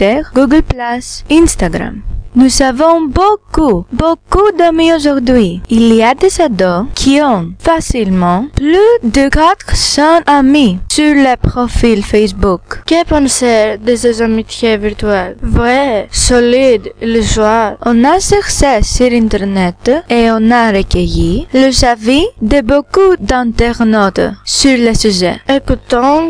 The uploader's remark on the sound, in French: Émission autour du thème de l'amitié réalisée par 8 élèves de la deuxième et de la troisième classe du collège de Kallipolis au Pirée. Moyens d'enregistrement : micro-casque et un micro portable pour les micro-trottoirs.